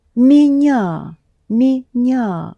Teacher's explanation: the м is pronounced soft now because it is followed by е, by the letter е.